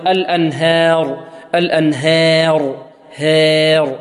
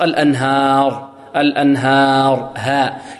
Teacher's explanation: أن نأتي بفتحة خالصة وترقيق الهاء · Shown in: second take · الأن، نجمع بين هذين الأمرين، الأنهاء، ها، الأنهار، مع تفخيم الراء. · Term: فتح خالص